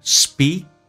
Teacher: Speak，长元音嘴角咧到极限，E, speak